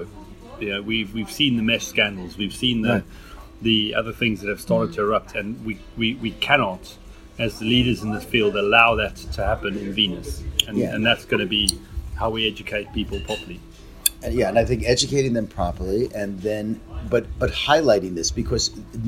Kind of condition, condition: setting, busy venue